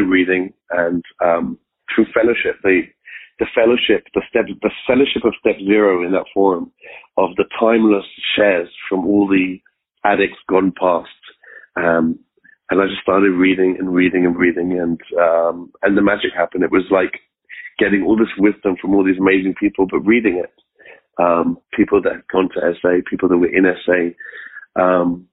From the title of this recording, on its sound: Monday Noon Phone Speakers Series